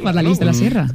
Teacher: Tenemos muchas poblaciones en la península ibérica con este sufijo X y todas se pronuncian en aguda.